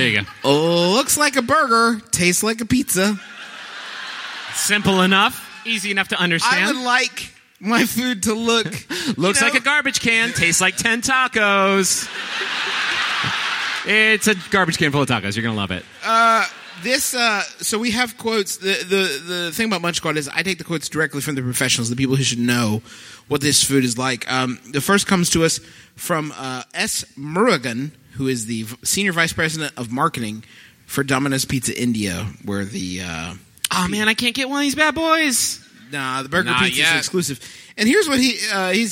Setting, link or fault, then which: setting, live audience